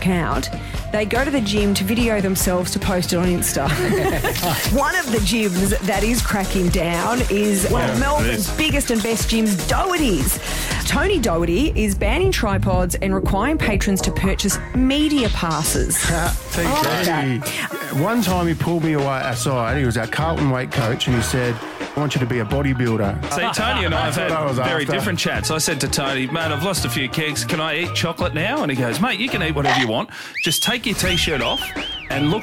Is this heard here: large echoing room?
no